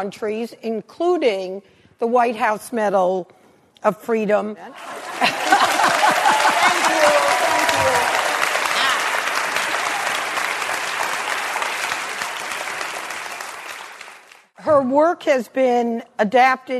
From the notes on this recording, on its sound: at a live event hosted by RJ Julia